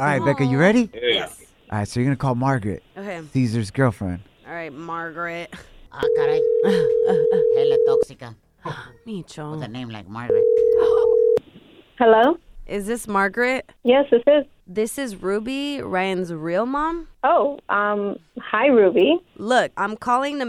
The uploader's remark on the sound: we opened up the phone lines